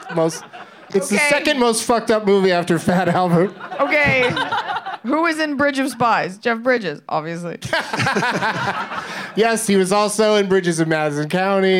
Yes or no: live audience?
yes